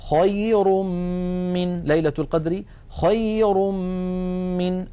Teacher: أيضا انتقلنا من الراء المضمومة إلى الميم التي بعدها، فتحول التنوين إلى ميم، ثم أدغمت الميم في الميم